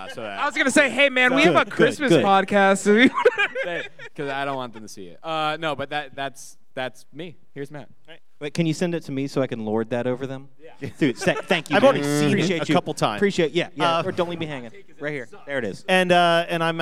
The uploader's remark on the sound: Live at Creature Feature Weekend. We recorded a live panel at Creature Feature Weekend in Gettysburg.